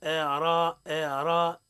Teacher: الهمزة مرققة والراء مفخمة